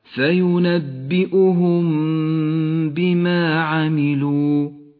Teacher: الميم الساكنة تخفى بحرف الباء مع بقاء غنة للميم بمقدار حركتين · Term: الإخفاء الشفوي